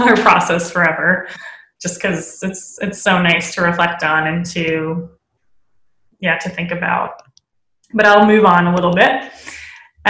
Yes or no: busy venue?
no